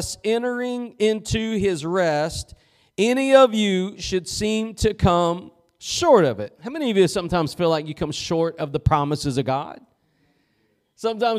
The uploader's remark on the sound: Preached at Gospel Lighthouse in Bossier City, La.